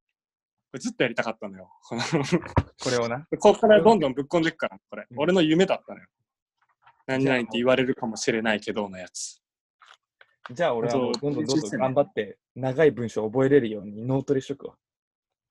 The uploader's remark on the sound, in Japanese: 今回はzoomによる収録です。